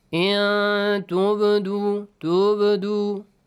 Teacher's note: Qalqala. The ba has to produce an echoing sound.